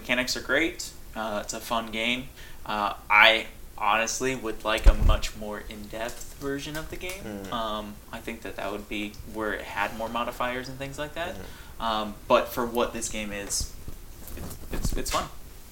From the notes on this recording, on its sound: We apologize for some of the background noises we had some mic issues that we can not edit out very easily.